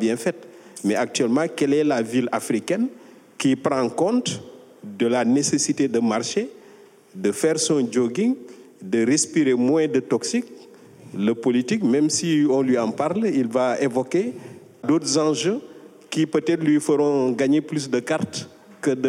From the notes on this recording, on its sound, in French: Elle s'est déroulée en public en juillet 2022. Prendre racine, l'université d'été de la Grande Muraille verte.